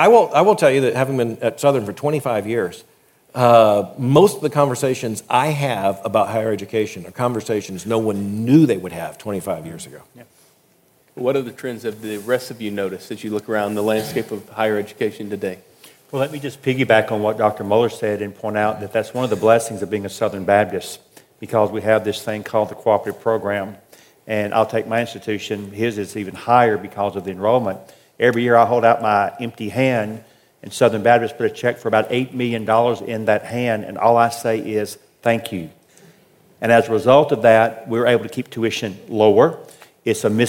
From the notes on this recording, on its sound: At the Southern Baptist Convention Pre-Conference in Dallas, Texas.